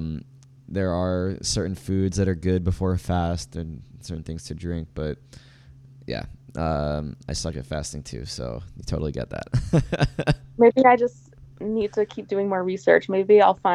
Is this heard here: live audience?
no